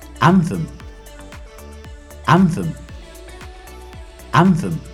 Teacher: Dans cet exemple, la première syllabe était accentuée. · Term: syllabe accentuée